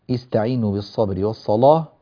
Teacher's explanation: في هذه الكلمة عندنا تفخيم اللام في كلمة الصلاة